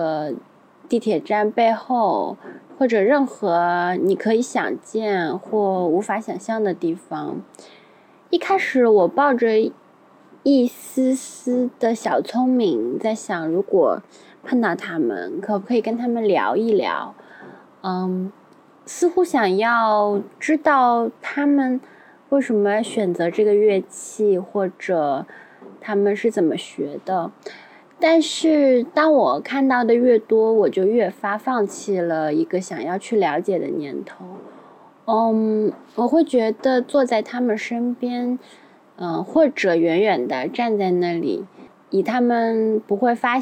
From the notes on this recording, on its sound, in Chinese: 与我们远程连线，带我们在上海迷人的街道与社区中完成了一场漫长的即兴行走和聊天。本期节目是我们第一次尝试室外录制，音效不是很理想。